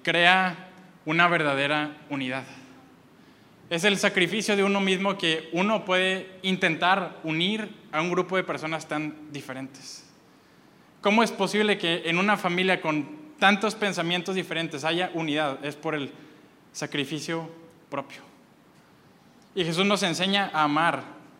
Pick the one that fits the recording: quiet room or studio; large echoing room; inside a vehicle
large echoing room